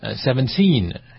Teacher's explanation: 他是把重音放在后面了